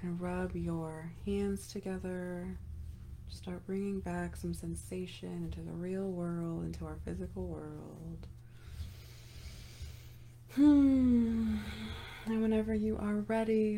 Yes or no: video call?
no